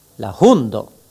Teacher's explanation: H est toujours aspiré, comme en allemand. · Term: H aspiré